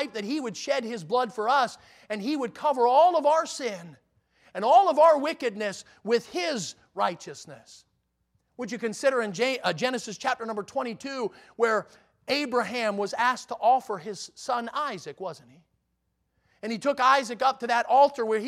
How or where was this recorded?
large echoing room